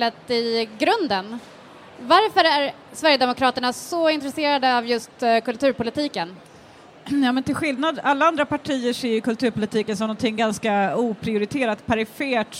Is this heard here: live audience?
yes